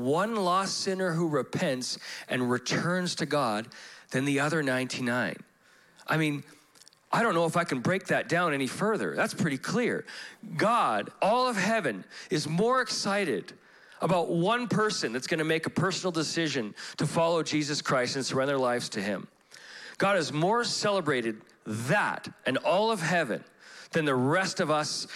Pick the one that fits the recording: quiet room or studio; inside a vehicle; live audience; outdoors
live audience